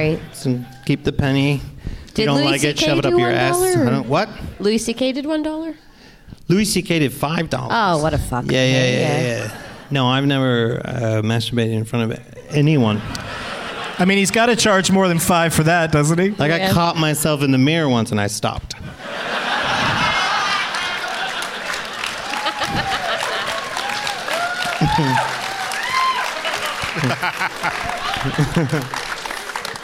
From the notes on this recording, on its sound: Live from the Royal Cinema in Toronto.